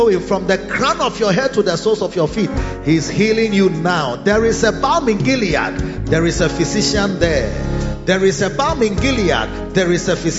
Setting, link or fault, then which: setting, large echoing room